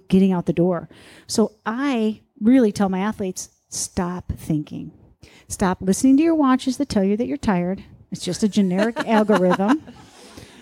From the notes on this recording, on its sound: In front of a live audience on Hilton Head Island.